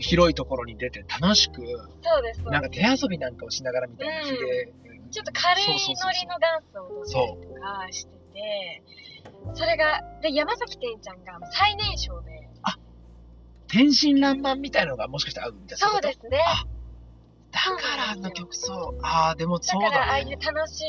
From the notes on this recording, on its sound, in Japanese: 今回は録音環境が悪くOPは別撮りしました。